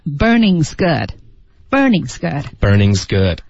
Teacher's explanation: burning 加一个 z 在结尾一口气